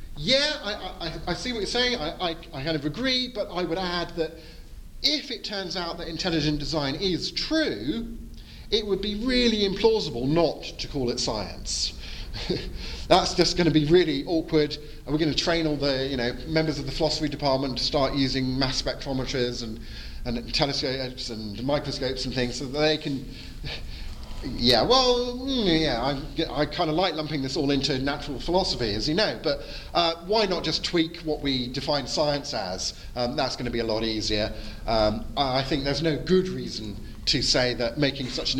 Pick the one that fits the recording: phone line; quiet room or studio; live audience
live audience